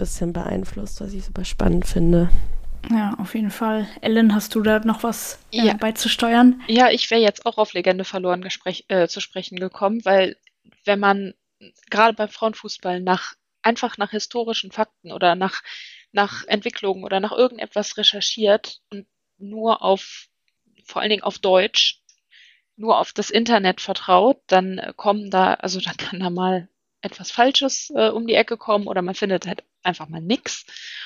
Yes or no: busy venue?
no